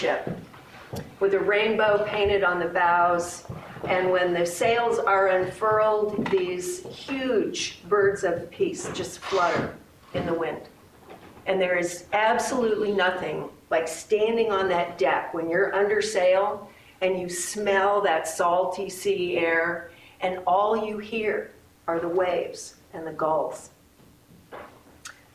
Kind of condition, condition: setting, live audience